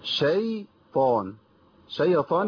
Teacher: يبقى احنا كده حركنا الياء وفخمناها شويه